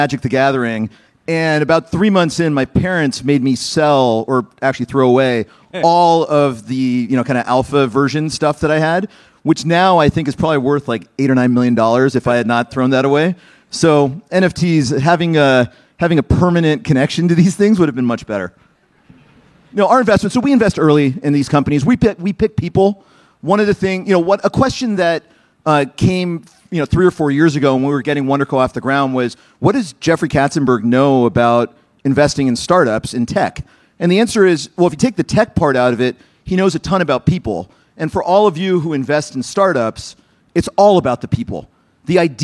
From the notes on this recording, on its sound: Recorded March 2, 2022 at the Upfront Summit